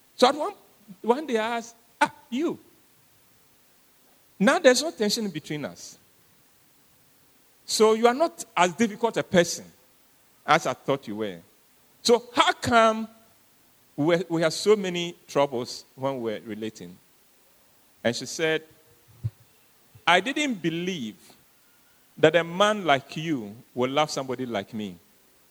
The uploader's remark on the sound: Sermon preached at CBC Adabraka Campus.